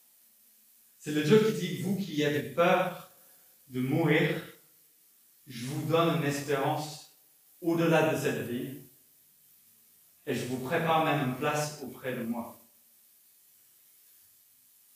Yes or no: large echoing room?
yes